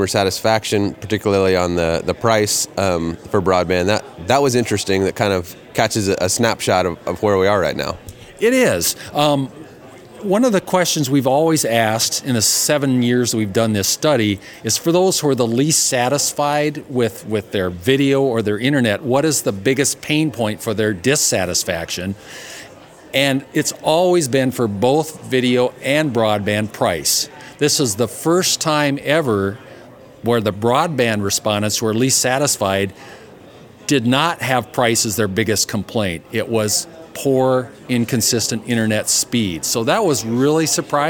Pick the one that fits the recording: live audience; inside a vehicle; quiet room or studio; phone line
live audience